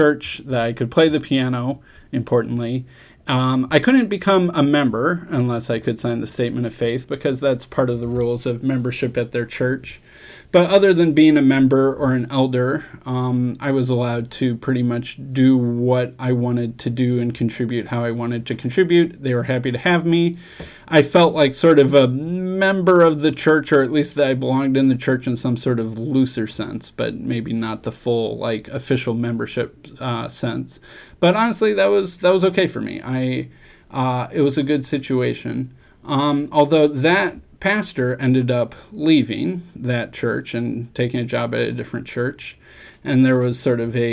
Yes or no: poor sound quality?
no